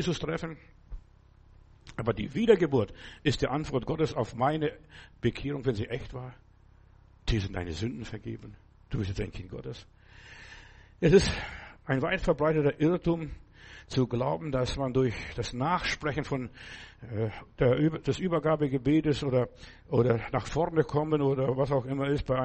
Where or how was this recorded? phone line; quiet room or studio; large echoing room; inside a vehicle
large echoing room